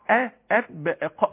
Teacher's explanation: انما هنا اهو ام اذا الاب اب في حبس صوت، في حبس نفس، في من هنا اب هيولد انفجار في الحرف، شده في الحرف. اللسان ملوش دعوه في حاجه خالص، لا عمل، العمل كله على الشفتين. اللسان في قاع اب في قاع، في قاع الفم ايضا ساكن خالص، ما فيهوش تقعر خالص، بس في هزه في الاوتار الصوتيه، في غلق طبعا. · Term: حرف الباء